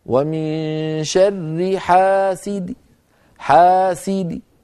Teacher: فأقف على دال مكسورة بصوت ضعيف من غير تنوين · Term: الروم